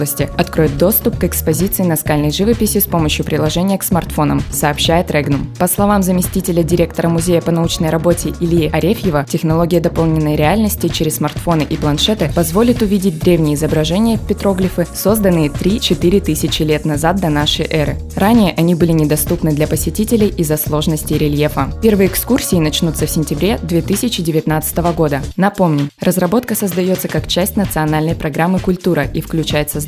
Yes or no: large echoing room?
no